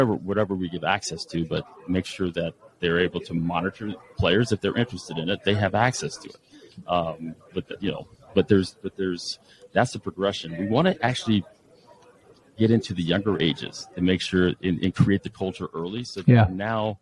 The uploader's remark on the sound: is live on Podcast Row from the United Soccer Coaches Convention in Kansas City, MO